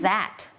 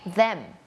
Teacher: จะเป็นเสียง voiceเนี่ยแปลว่าเส้นเสียงของเราเนี่ยมันจะสั่น